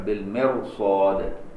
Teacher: بالمرصاد هي ساكنه وقبلها مكسور لكن بعدها صاد فخمه فتبقى فخم